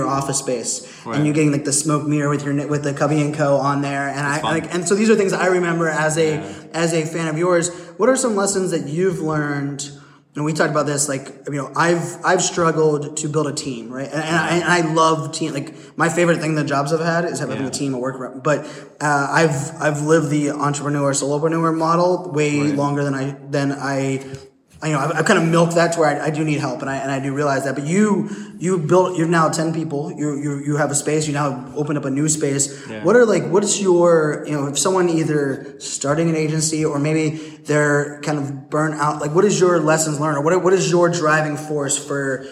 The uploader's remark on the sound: Live from Poland where we are literally sitting at a table backstage at the INFOshare conference. Live from Poland where we are literally sitting at a table backstage at the INFOshare conference, having a chat.